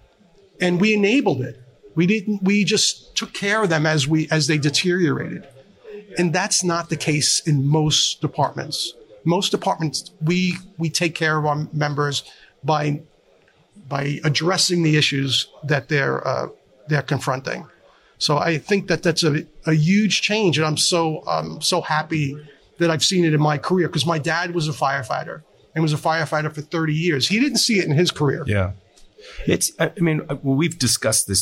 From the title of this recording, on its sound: Live at FDIC